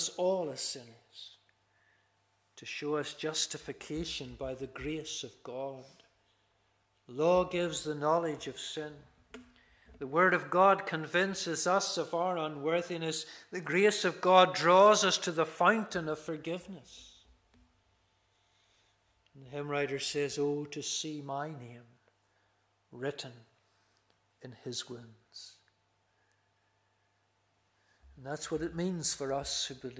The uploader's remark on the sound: This is the recording of the Bible reading and sermon from our evening service on Sunday 28th May 2023.